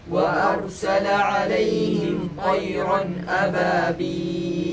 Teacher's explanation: نلاحظ الهمزة في كلمة وأرسل من أقصى الحلق